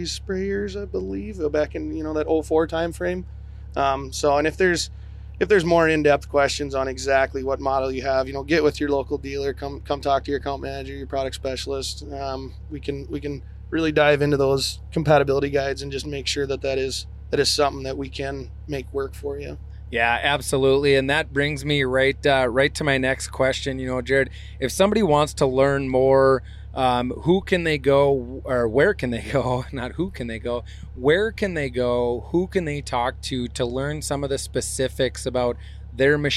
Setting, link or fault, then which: setting, busy venue